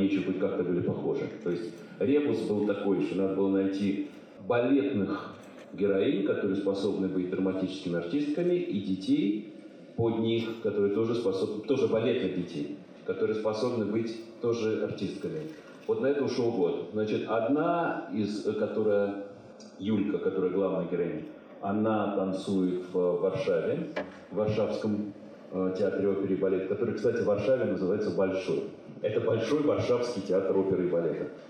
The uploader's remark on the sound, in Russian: Беседа со зрителями после показа фильма "Большой" в Доме культуры "Ясная Поляна".